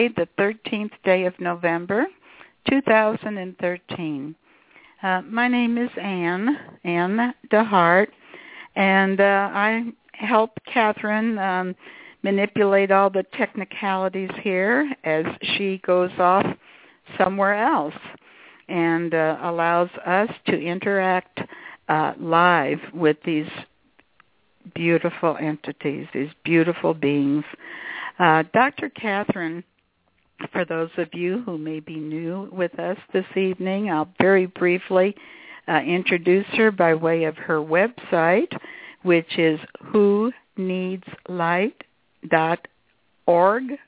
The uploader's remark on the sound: She will do a channeling session live so that callers can call. Personal responses to callers during the special call-in segment. This radio show.